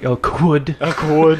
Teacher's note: Actually, that was a really funny way you said Elkwood. You, like, put the emphasis on the W, so you're like, Elkwood.